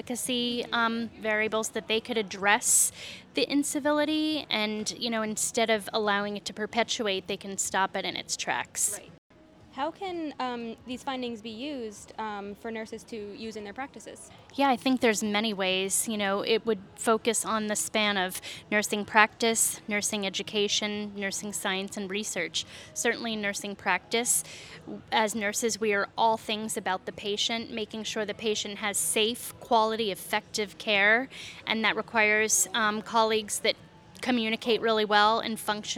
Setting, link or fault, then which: setting, busy venue